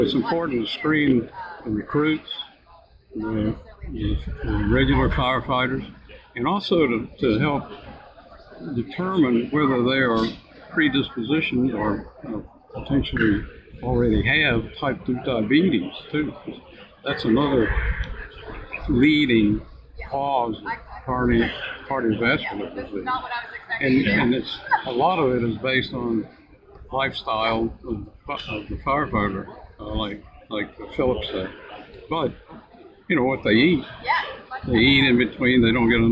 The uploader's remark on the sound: This is a special interview with 2 representatives from SelectWell from the recent NCAFC conference in Wilmington NC. The audio is a bit off due to the conference environment.